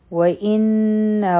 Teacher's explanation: او ان دلته کې به غنه کو ځکه چې په نون باندې شد دی